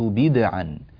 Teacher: أيضا في الآية التاسعة قوله تعالى قل ما كنت بدعا، بدعا، هذه بدعا بدال ساكنة، لا نقول بدعا، لا نفتح الدال